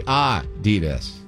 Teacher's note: It's supposed to be Adidas. Adidas, with a slight emphasis on the first syllable